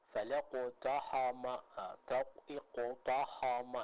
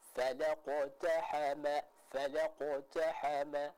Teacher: Contoh falaqtahama, taqiqtahama, ini kurang tepat. Yang tepat kita tetap membaca huruf ta, ha, dan mim di sana dengan tipis. · Shown in: second take · Contoh falaqtahama, falaqtahama, seperti itu.